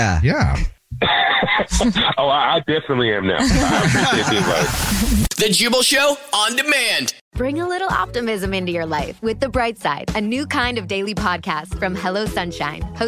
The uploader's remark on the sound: There is a guy on the phone who texted in that he has a Dirty Little Secret and we are calling him back to hear his Dirty Little Secret.